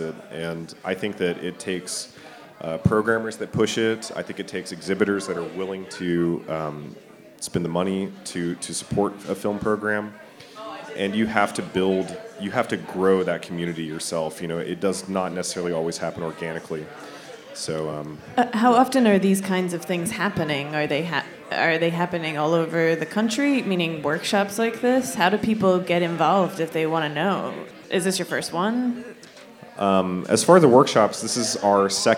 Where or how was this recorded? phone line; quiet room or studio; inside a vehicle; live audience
live audience